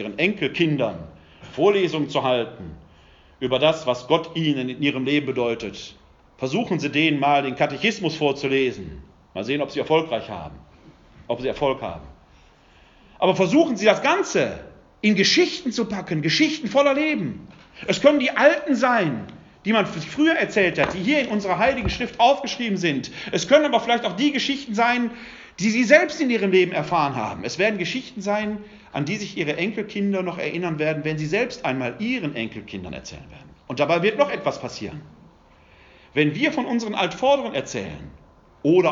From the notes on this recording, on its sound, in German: Ein Mittschnitt des Vortrags. Im Rahmen der ökumenischen "Kreuz- und Quergespräche" im Wuppertaler Westen.